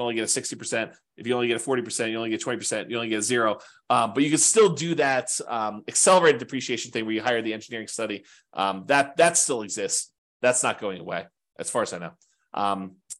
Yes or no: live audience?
no